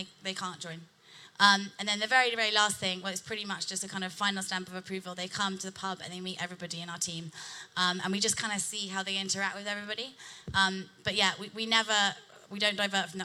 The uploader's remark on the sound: The latest Balderton Capital podcast is a recording of the panel session from the latest Doctorpreneurs Meetup, which was held at Balderton HQ.